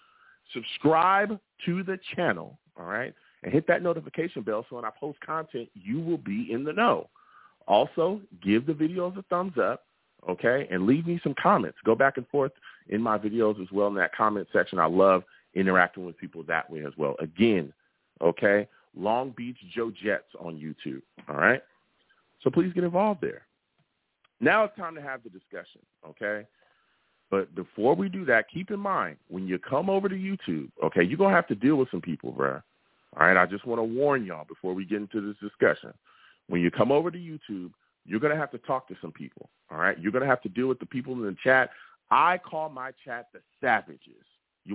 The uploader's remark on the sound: I take live callers!